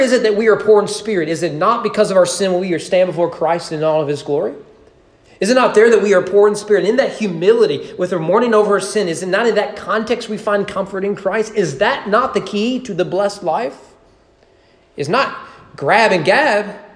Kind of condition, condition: setting, large echoing room